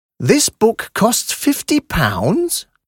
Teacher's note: So ist es auch möglich, ohne die grammatische Struktur eines Fragesatzes einzuhalten, allein durch Heben der Stimme eine Frage zu formulieren